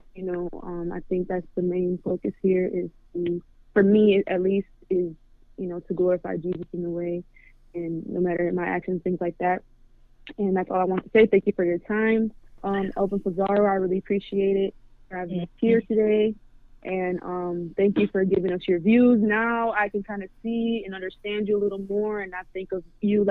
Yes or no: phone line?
yes